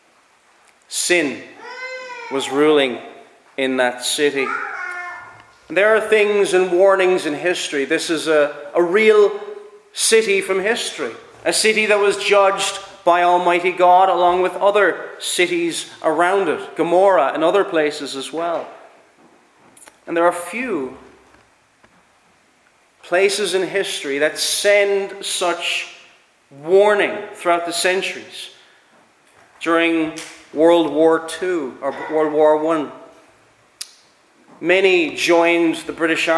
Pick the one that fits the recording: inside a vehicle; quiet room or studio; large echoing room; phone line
large echoing room